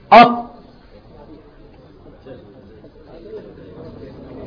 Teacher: الثلاث حروف دولت دال وتاء وطاء الثلاثة بيخرجوا من طرف اللسان مع أصول الثنايا العليا · Term: الطاء